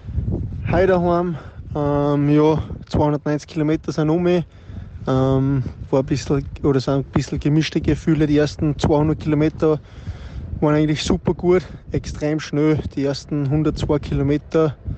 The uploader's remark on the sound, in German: Zumal noch im O-Ton direkt aus der Wüste erzählt.